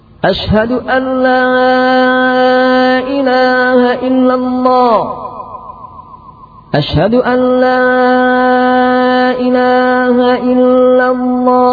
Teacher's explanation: Berikutnya memendekkan Allah sebagaimana adzan orang-orang Syiah yang antum bisa lihat atau bisa dengar di Yaman nanti kalau sudah sampai di Yaman. Di lafaz pertama memendekkan, kemudian yang kedua memanjangkan.